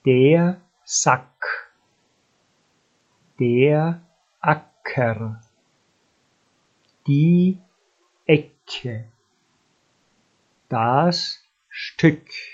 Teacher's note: Die Buchstaben CK spricht man beide zusammen wie das K aus und den Vokal davor kurz und etwas betont.